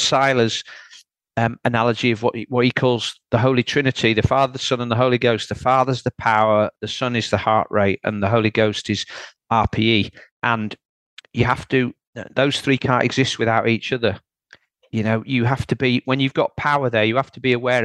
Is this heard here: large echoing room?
no